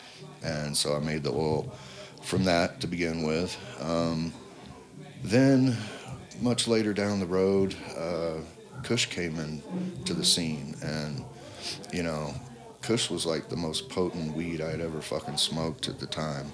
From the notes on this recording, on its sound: This episode was recorded down at AREA420 in Moffat Colorado during a Harvest Festival with Heart and Soil Project. I was able to catch up with a half a dozen people that day and chat.